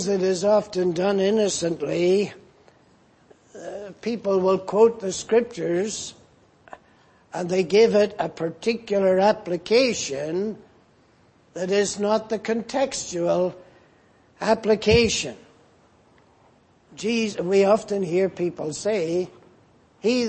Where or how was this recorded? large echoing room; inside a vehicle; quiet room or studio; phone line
large echoing room